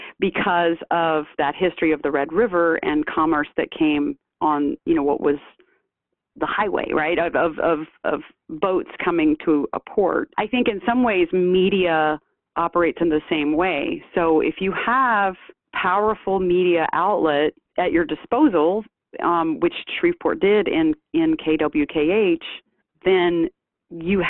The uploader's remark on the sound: for an interview by phone